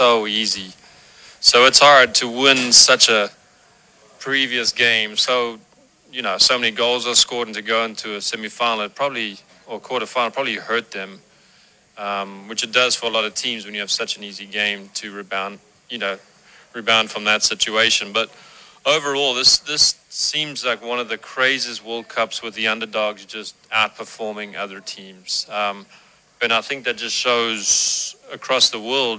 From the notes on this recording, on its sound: Live from Ivy Park Sports Bar and Grill.